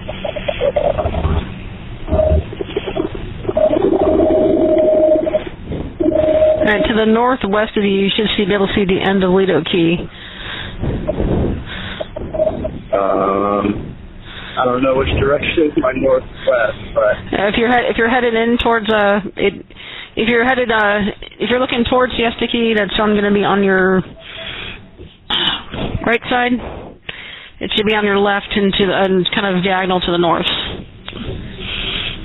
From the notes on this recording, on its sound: Audio: 911 call from Sarasota residents held against their will on a fishing boat.